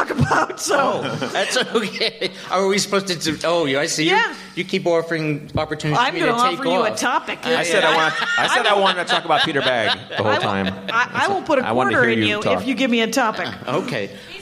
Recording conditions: live audience